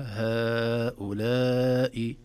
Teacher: الأول مد جائز منفصل، والثاني مد واجب متصل